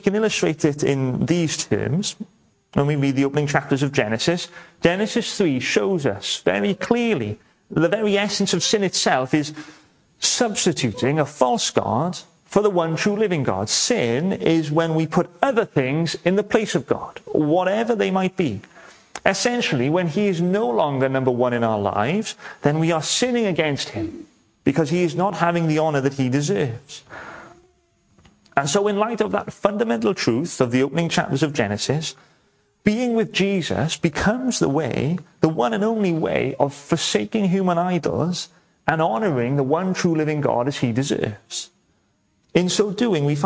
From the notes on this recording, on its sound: welcome to Bethel Evangelical Church in Gorseinon